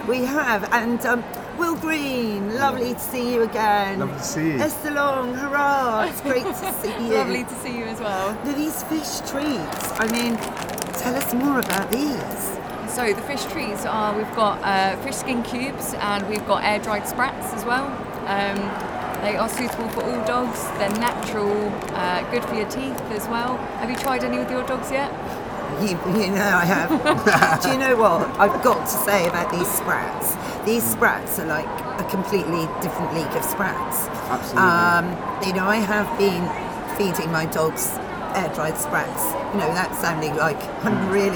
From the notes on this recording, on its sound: Catches up with old friends at the first live Crufts in two years.